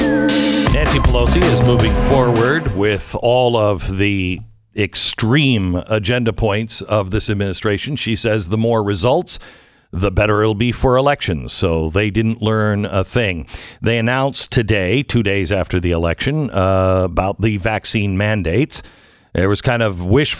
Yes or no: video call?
no